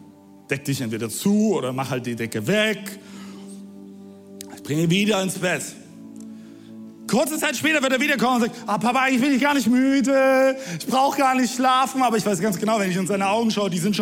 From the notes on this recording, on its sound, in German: Audiomitschnitt der Predigt